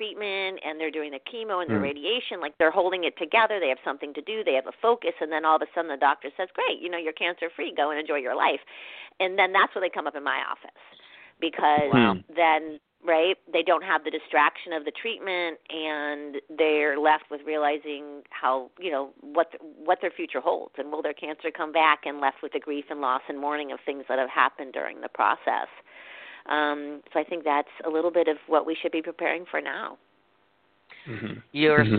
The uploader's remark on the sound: called